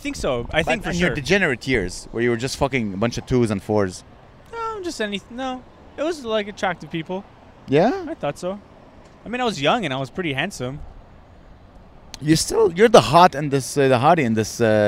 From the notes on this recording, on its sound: Live from Montreal’s Ring. We have decided to record our podcast episode in different iconic locations in Montreal!